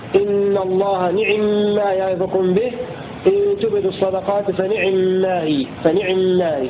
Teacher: الباقون يقرؤون بكسر النون وكسر العين، إلا أن شعبة وأبا عمرو وقالون لهم اختلاس كسرة العين